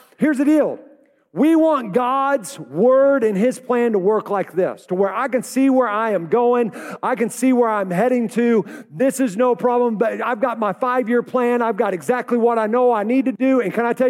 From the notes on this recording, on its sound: Welcome to Foundations Church Tulsa live! We're a church in Oklahoma.